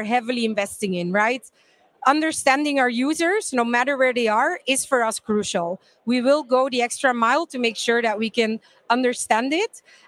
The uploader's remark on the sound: Breaking Banks Europe’s live coverage episode at the Milan Fintech Summit 2023 was a riveting affair.